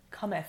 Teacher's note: The only TH that I found that was unvoiced was cometh · IPA: [θ]